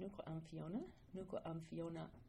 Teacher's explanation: that little glottal stop at the end, first of all, you could miss it very easily and think that it was, you know, just the end of a sentence or breath coming out.